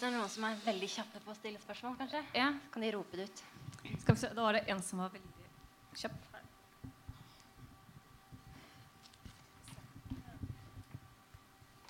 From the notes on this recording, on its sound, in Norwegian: noe lav lyd.